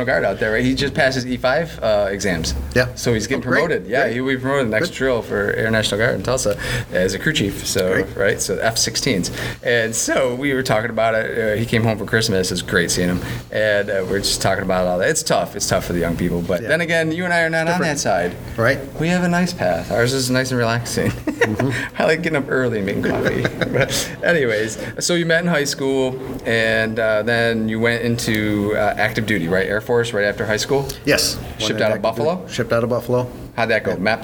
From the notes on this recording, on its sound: Recorded at This Little Pig Restaurant.